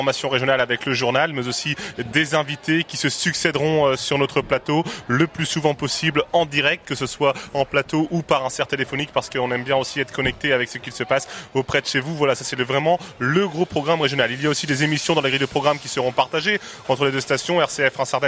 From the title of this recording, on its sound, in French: RCF en direct de la 77e Foire de Châlons